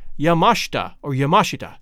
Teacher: with the accent on the second syllable, mash